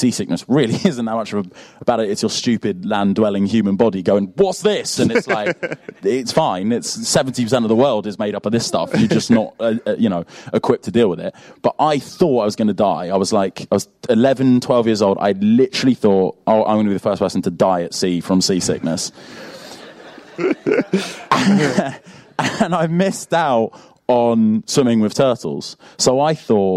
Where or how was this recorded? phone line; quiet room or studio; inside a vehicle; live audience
live audience